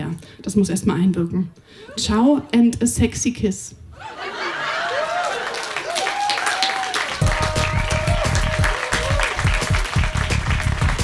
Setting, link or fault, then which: setting, live audience